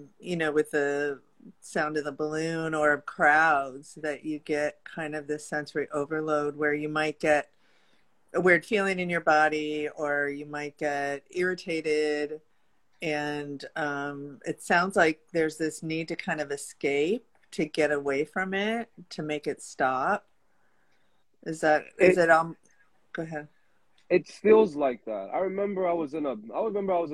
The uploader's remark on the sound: Instagram Live episode